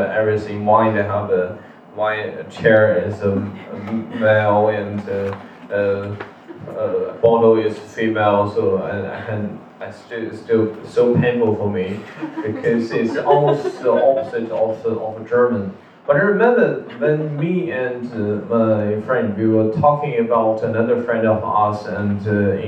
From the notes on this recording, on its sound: It's a recording of a panel talk. Organized for Asian Diaspora Month 2019. Sorry for the bad audio quality!